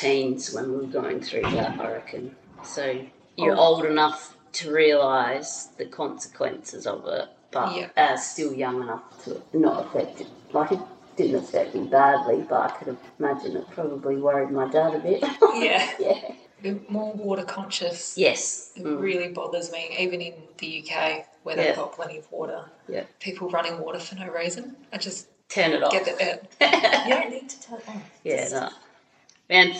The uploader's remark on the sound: There's a little echo in this one, so please bear with us